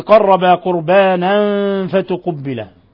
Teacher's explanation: تنوين فتح جاء بعده الفاء، الحكم التجويدي إخفاء حقيقي